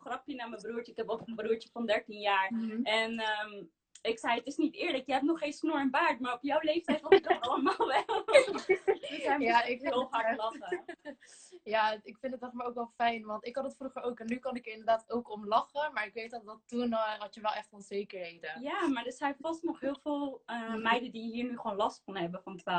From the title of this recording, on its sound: Instagram Live